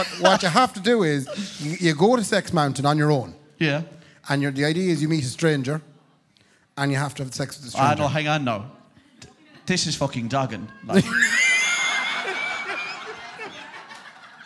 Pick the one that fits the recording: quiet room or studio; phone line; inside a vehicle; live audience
live audience